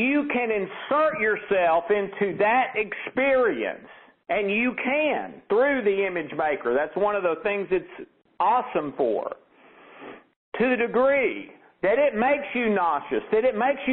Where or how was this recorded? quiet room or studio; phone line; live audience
phone line